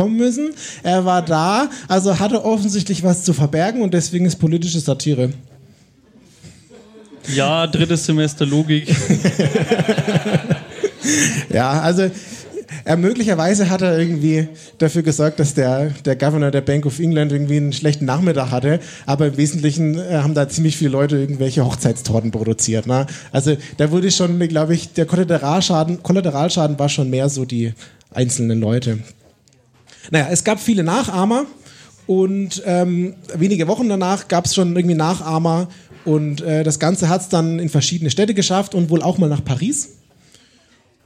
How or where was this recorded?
live audience